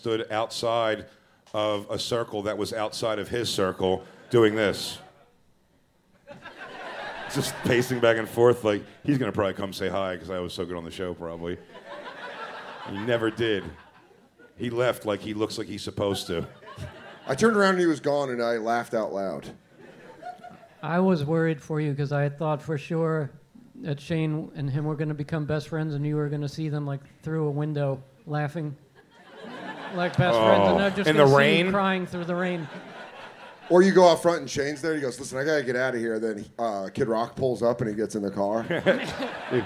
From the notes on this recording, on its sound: The Bonfire is live from The Moontower Comedy Festival at the historic Antone's in Austin, Texas